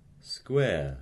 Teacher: a non-rhotic diphthong with a central vowel in the second part